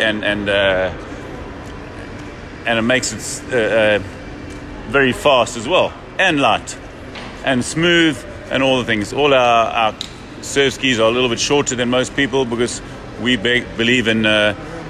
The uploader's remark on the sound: Live From Portugal - Nelo Factory Tour